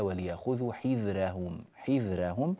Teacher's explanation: كذلك مما ننبه إليه ترقيق الراء في قوله تعالى وليأخذوا حذرهم